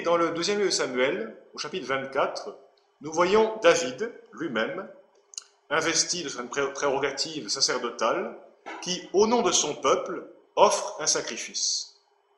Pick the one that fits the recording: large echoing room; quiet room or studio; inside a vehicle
large echoing room